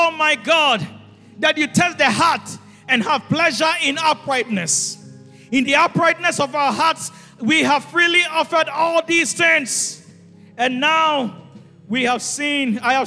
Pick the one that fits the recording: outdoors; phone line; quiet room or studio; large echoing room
large echoing room